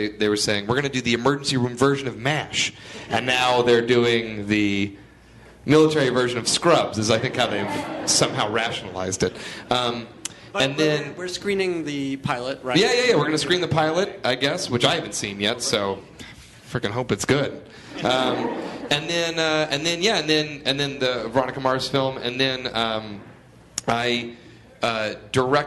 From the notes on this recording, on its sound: Live from ATX Television Festival. Recorded at the Stephen F. Austin Hotel ballroom in Austin, TX.